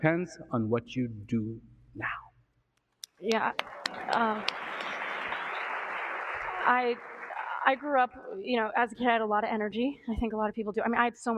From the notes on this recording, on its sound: Sits down, live, on stage.